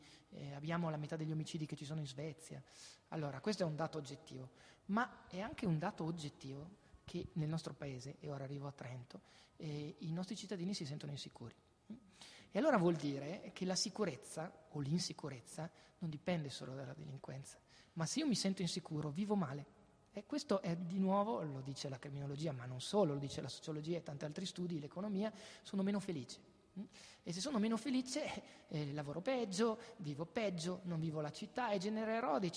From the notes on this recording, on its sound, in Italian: In diretta dal settimo piano del Teatro Sociale per scoprire l’edizione 2018 di TEDxTrento